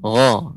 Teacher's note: Ya, sebentar Ibu, uh, pengucapan na tadi terasa agak lebih panjang, kemudian huruf gha itu pengucapannya seperti tertahan karena dia di pangkal ya tenggorokan paling atas